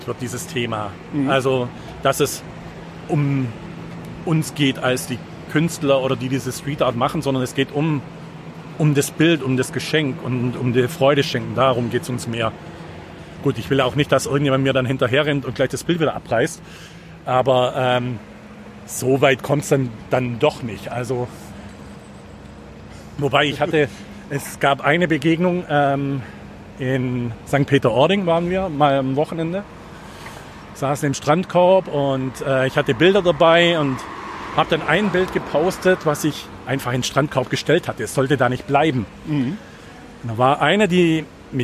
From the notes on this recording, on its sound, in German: Bei diesem Gang durch die Gemeinde hatten wir uns viel zu erzählen und Harburg steuerte seinen ganz eigenen Sound dazu bei.